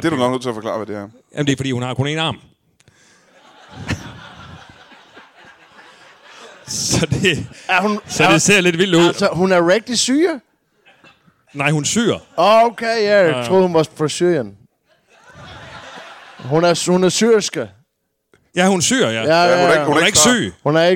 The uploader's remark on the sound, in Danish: Optaget foran et mageløst live publikum på det altid magiske Ramsømagle Forsamlingshus.